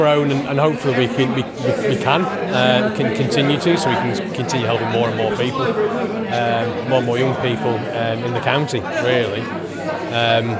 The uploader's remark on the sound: We also hear the speeches that were given during the evening. The bane of all good audio creators air-conditioning had a bad impact on the audio.